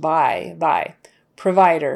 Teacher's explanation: So that O, provider, it gets lazy because it's not a stressed syllable. The vider is stressed.